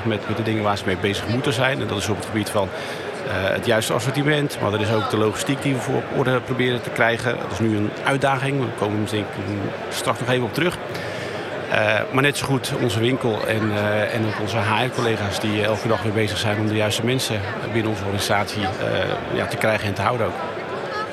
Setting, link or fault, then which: setting, busy venue